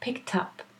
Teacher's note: With a K, the ED is always a T, pronounced as a T.